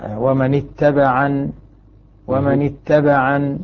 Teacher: ننبه على مسألة الوقف أن ينتبه القارئ إلى فتح العين